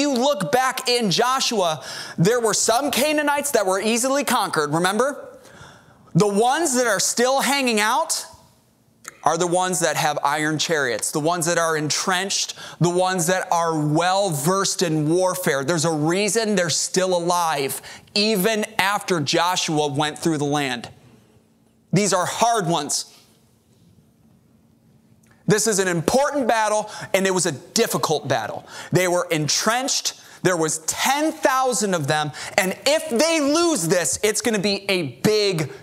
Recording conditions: large echoing room